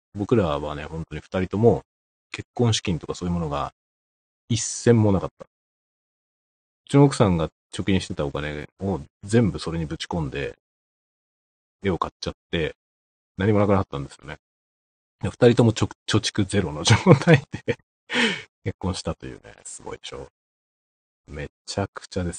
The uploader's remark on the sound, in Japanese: 700回記念ライブ配信！オーディオインターフェースが認識されておらず、ステレオ録音になってませんでした。IPhoneで録音するとオーディオ認識されてるからわからず、ライブ配信だとプレイバック確認できないので困りますね。